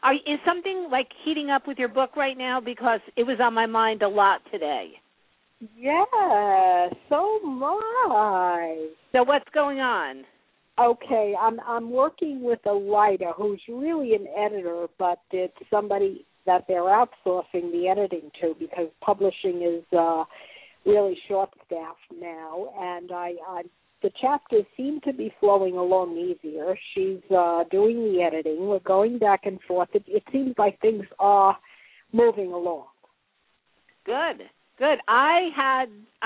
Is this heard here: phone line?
yes